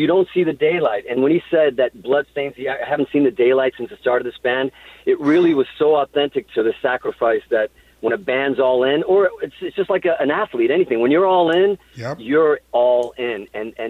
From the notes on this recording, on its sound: an unexpected phone call